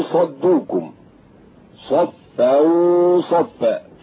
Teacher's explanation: هكذا بتفخيم الغنة لوجود حرف الاستعلاء